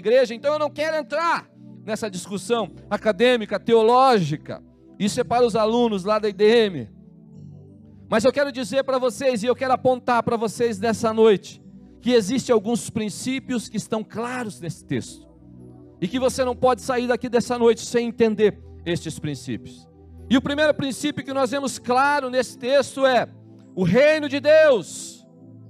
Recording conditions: large echoing room